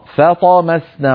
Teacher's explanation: نرقق الفاء ونفخم الطاء فطمسنا ولا نقول فطمسنا فط، لا نفخم الفاء بسبب مجاورتها لحرف الطاء المفخمة.